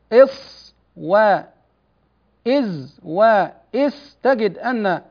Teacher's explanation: مستقر خروجها منه أي من طرف اللسان، ومن فوق الثنايا السفلى · Term: حروف الصفير